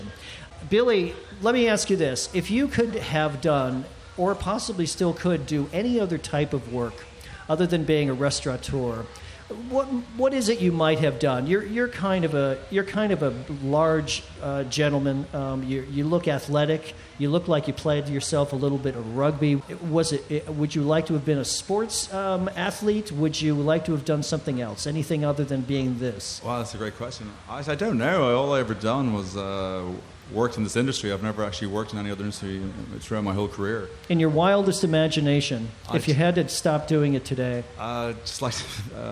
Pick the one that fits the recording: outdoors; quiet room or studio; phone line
outdoors